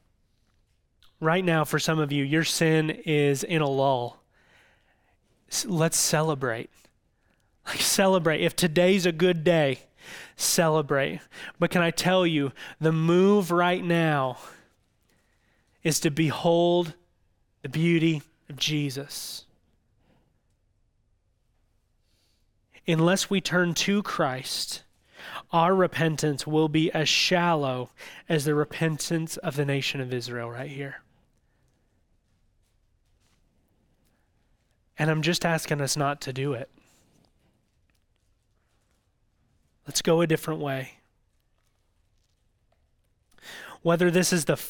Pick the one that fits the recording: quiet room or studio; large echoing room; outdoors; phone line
large echoing room